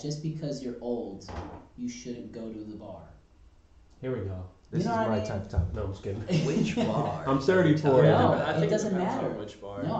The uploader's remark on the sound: Burps & Technical Difficulties. Sorry for the unfortunate sound quality in this episode. I am working tirelessly on resolving this sound issue.